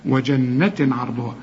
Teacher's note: بالك اوعى تقول لي وجنة، وجنة لازم تغني النون، وجنة عرضها، ما تغنش هنا بقى عشان العين من حروف الإظهار